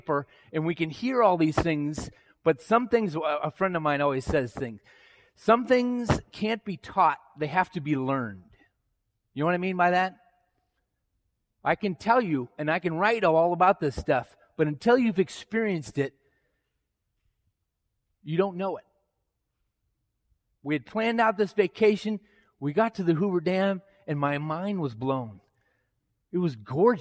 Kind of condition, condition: setting, large echoing room